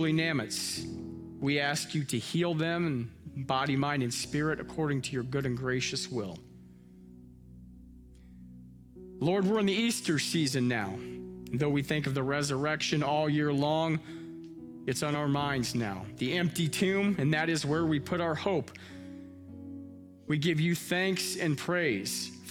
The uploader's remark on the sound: Live from our Celebration Ministry Center